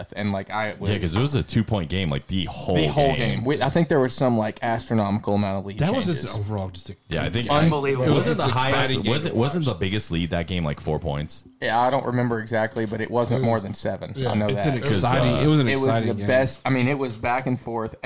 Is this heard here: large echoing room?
no